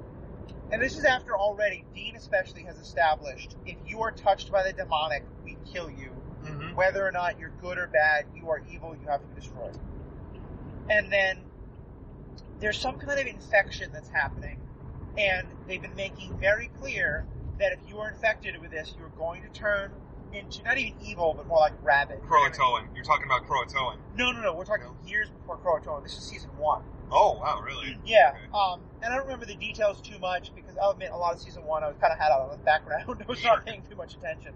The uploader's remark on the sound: What better place to discuss the cross country antics of the Winchester Brothers than the open road? While driving cross country. Our schedules haven’t allowed us the chance to record under our normal conditions, and while talking about Supernatural while driving down the highway seems rather fitting, we know that the sound quality is a lot lower than what we like to provide you.